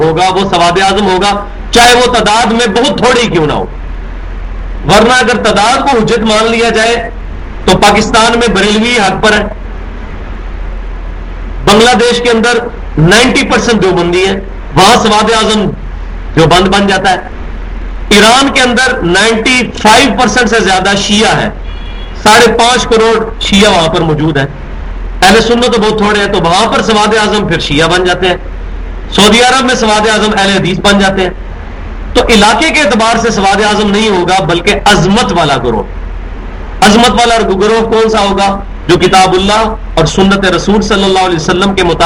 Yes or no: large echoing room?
yes